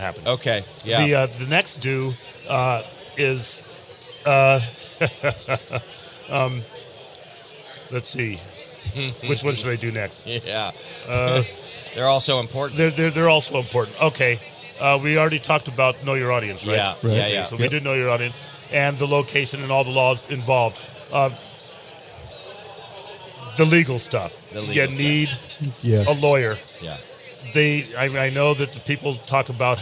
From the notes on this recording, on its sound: Live from HomebrewCon 2019. Live from HomebrewCon 2019.